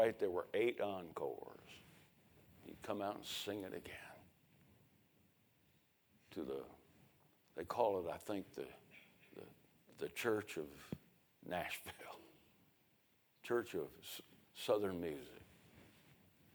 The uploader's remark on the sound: A sermon preached Sunday Morning, on May 7, 2023.